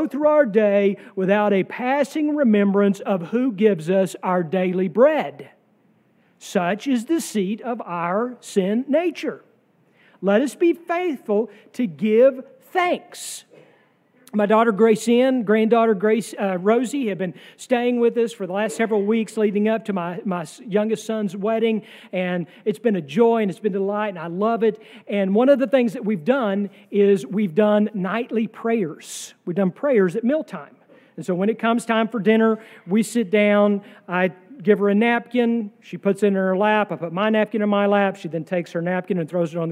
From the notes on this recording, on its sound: sermon from our worship service on July 9, 2023